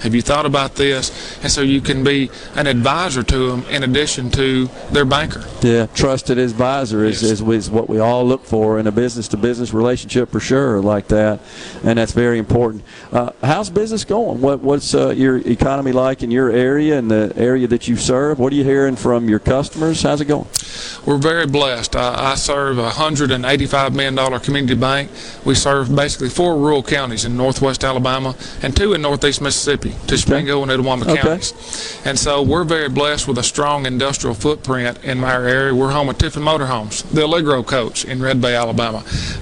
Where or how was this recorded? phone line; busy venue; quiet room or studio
busy venue